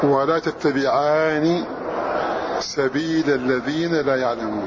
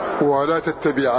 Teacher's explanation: وغيره يشددها ولا تتبعان، فإذا شدد مد مد اللازم، فإذا شددها لازم أن يكون المد لازما ست حركات، ولكن في قراءة ابن ذكوان بالتخفيف فلا مد · Shown in: first take